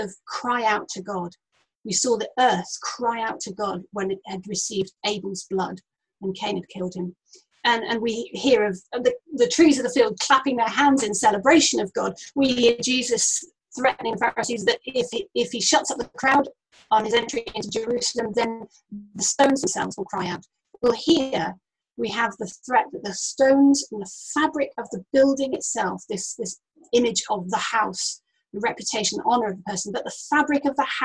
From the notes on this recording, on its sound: Note this has been recorded over Zoom and the audio quality isn't the best.